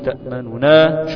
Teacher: ده فيها وجهين، الوجه الأول إتمام، الوجه الأول الإشمام في النون الأولى، الوجه الثاني الرو الإتيان ببعض من حركة النون الأولى